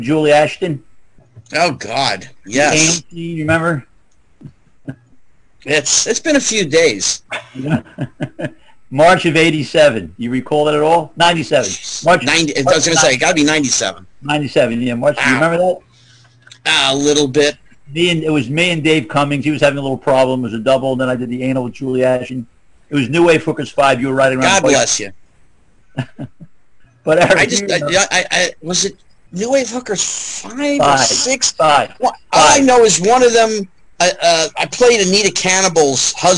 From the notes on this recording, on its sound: my computer had just done an update and messed up my microphone settings, so you will have to bear with the distortion.